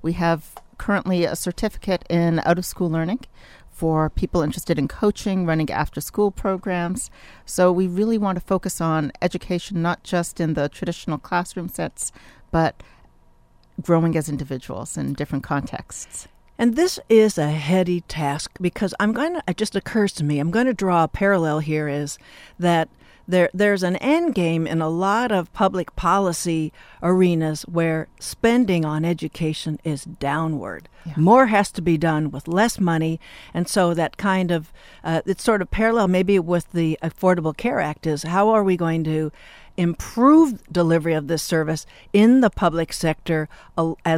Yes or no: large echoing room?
no